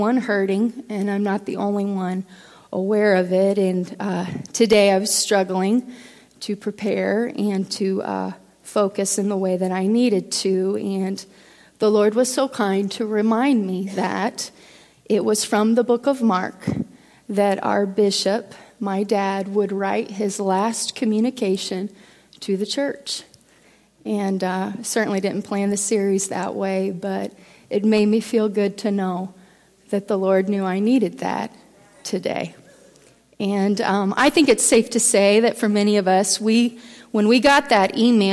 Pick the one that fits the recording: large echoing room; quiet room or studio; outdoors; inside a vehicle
large echoing room